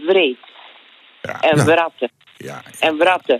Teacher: De onderlip tegen de boventanden. Daar de W uitspreken. Daarachter komt de R.